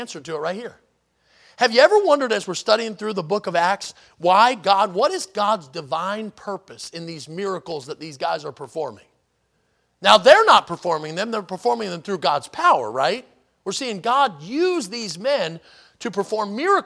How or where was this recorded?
large echoing room